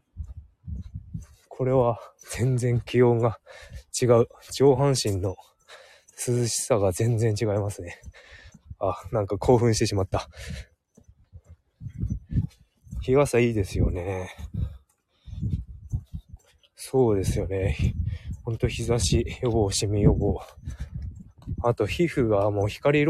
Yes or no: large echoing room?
no